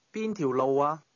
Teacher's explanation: That expression began with a high-level tone.